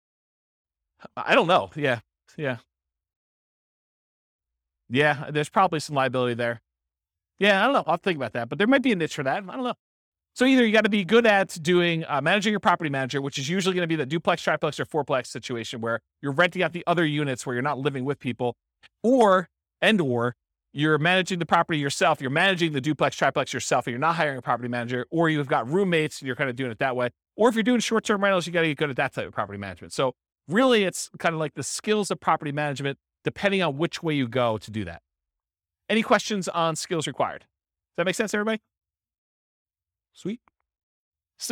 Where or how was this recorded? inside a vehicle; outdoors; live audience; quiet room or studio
live audience